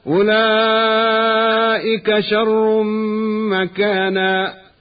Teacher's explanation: تنوين الراء أدغم في الميم بعدها · Term: الإدغام بغنة